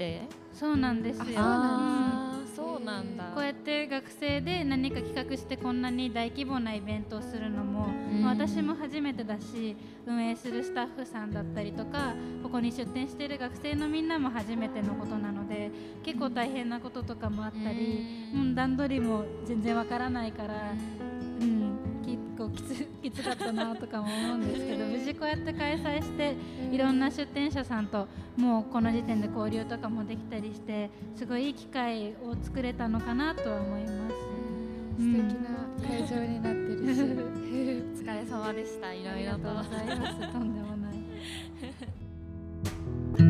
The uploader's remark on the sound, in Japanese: 富山まちなか学生EXPO 2023・公開収録。11月26日にグランドプラザで開催された『富山まちなか学生EXPO 2023』にて、ラジオの公開収録をさせていただきました。寒空の下、大勢の方々の前で収録するのは初めてだったのでドキドキしっぱなしでしたが、いつも通りの雰囲気で楽しく話せました！